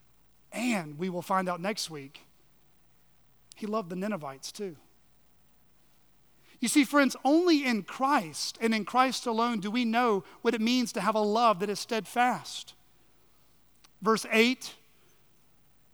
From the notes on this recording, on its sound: at Chaffee Crossing Baptist Church in Barling, AR